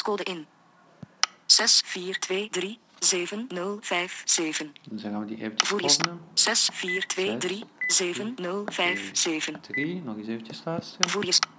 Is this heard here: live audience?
no